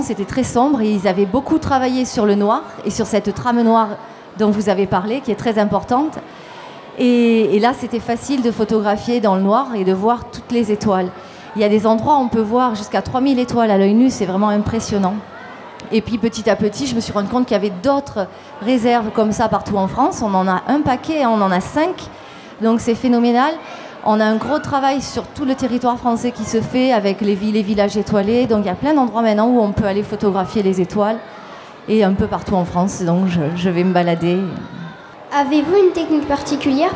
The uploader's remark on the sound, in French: Les élèves de l’option « journalisme » du collège Anne Frank de Saint-Dizier ont réalisé une émission de webradio diffusée en direct et en public depuis le festival de la photographie animalière et de nature de Montier-en-Der à l’occasion de son 25ème anniversaire.